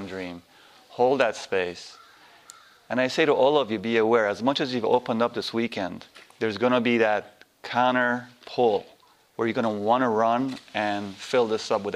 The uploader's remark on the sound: This workshop was recorded on August 8, 2010, at Omega in Rhinebeck, NY. This is the third day of a three-day workshop.